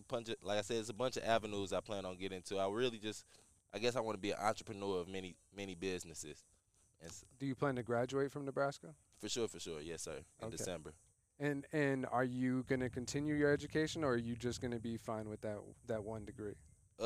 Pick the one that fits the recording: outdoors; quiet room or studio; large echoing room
outdoors